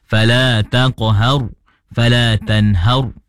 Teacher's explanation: Pada kalimah fala taqhar dan fala tanhar, iaitu pada hukum ra, ra mati mesti ditebalkan.